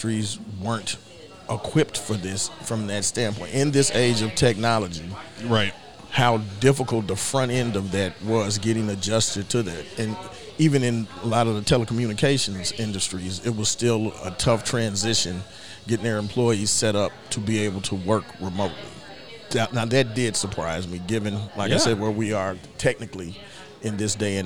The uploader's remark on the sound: from Neds Starlight Lounge in Oklahoma City